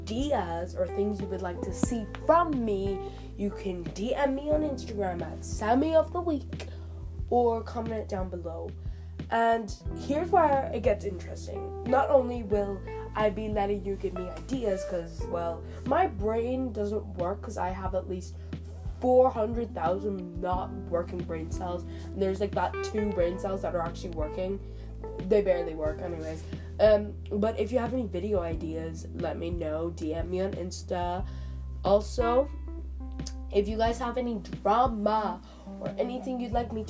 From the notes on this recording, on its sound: sry the audio is shit my headphones were unplugged